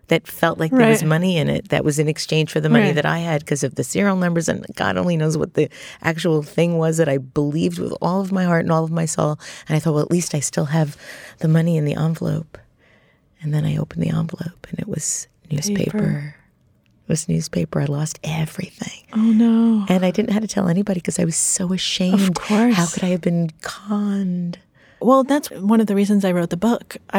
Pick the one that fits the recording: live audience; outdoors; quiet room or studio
quiet room or studio